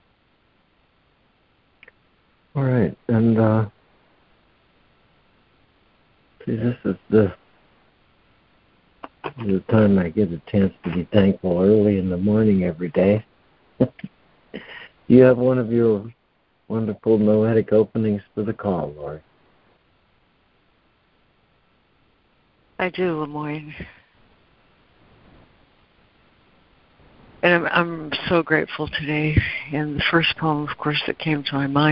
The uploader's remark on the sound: ACIM Daily Conference Call.